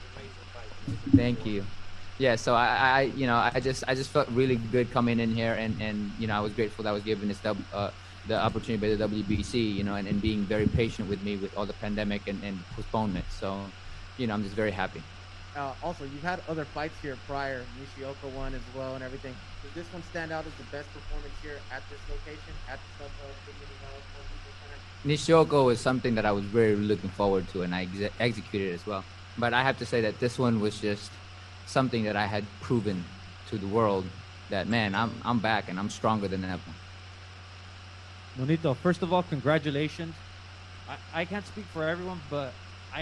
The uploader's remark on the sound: Post fight Press Conference